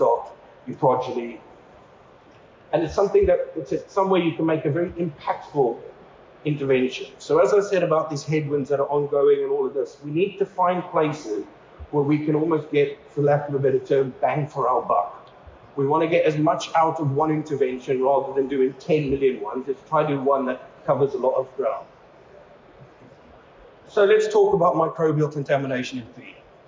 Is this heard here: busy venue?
yes